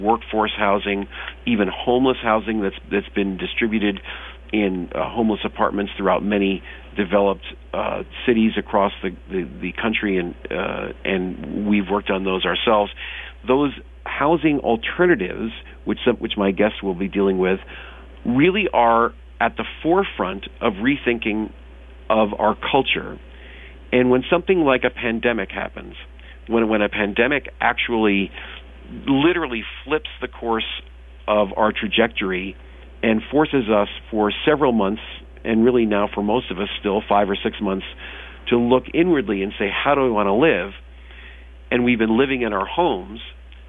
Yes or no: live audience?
no